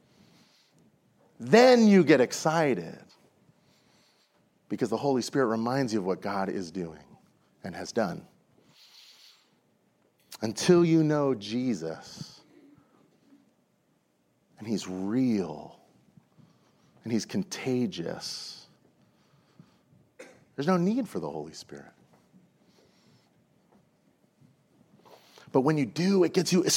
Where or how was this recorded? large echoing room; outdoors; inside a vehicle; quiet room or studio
large echoing room